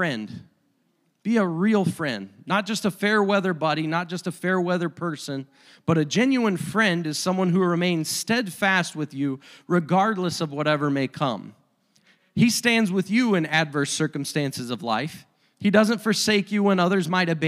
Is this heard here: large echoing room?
yes